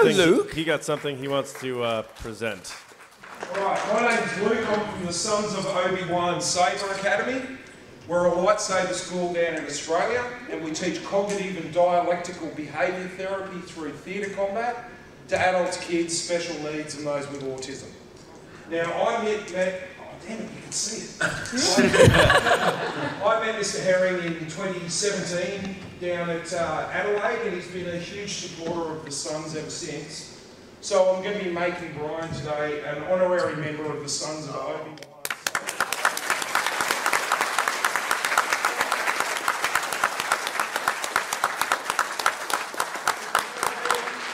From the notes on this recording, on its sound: Star Wars Celebration LIVE Podcast. We have brought our experience to you with our live podcast from the conventions! Took live audience questions.